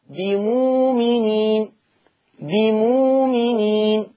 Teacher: حكم الهمزة الساكنة الإبدال، وتبدل واو، وتبدل واو لأنها مسبوقة بضم